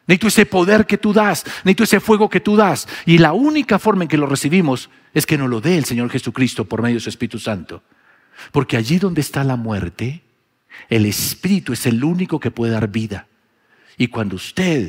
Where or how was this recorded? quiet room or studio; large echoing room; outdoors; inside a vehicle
large echoing room